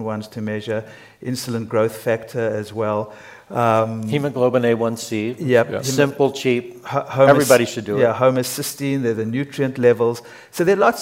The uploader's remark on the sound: Today's episode is a special recording from our sixth annual revitalize event , which was held in Dove Mountain, Arizona, in June. Today's episode is a special recording from our sixth annual revitalize event , which was held in Dove Mountain, Arizona, in June. The insights we learned on the main stage this year were too good not to share. Answer the audience's burning questions in a Q&A.